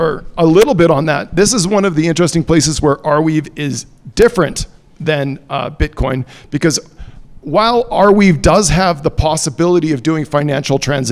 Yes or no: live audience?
yes